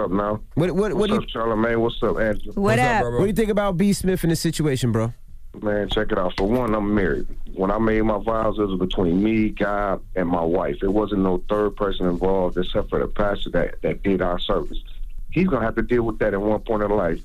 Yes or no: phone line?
yes